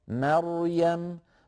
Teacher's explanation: مريم فيها راء مفخمة، وهذه الراء قبلها ميم مرققة وبعدها ياء مرققة مريم، فلننتبه إلى عدم تفخيم شيء من هذين الحرفين المرققين، مثلا بأن يقول أحدنا مريم فيفخم الميم، العرب لا تفخم الميم، مريم أيضا الياء مريم، ولا نقول مثلا مريم، لا نفخم الميم ولا نفخم الياء، فلننتبه إلى ذلك.